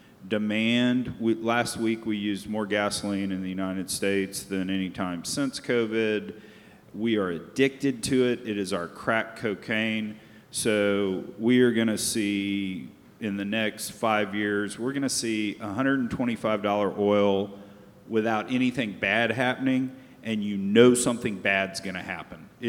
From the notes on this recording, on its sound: a panel discussion at the NAPE Business Conference